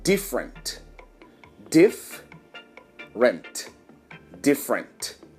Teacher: Então, a segunda vogal não sai. Então essa letra E não vai sair.